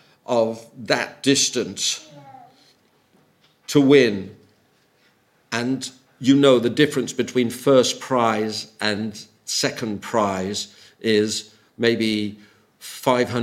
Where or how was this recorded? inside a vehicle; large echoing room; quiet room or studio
large echoing room